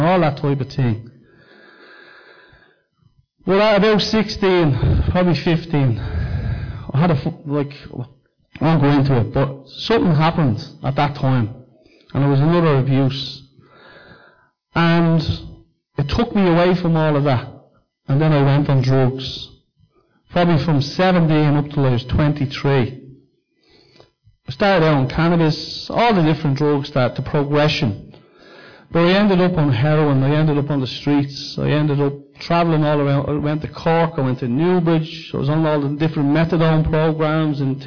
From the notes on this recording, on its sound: Recorded live at Liberty Church